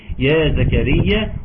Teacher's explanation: خد بالك من نداء ومعه مد يمد بمقدار حركتين